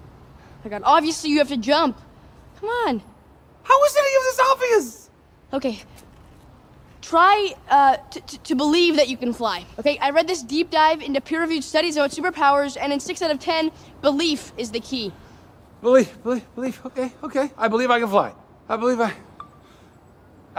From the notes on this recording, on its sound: In a conversation recorded on the car-ride home. She was in the back seat and a little hard to hear.